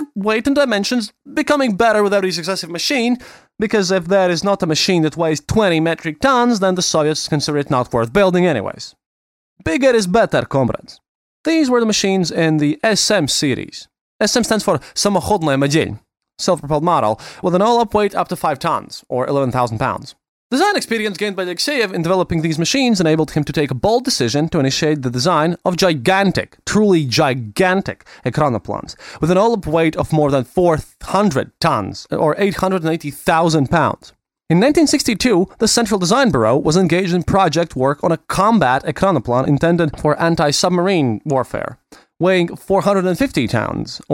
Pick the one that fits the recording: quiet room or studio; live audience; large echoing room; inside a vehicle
quiet room or studio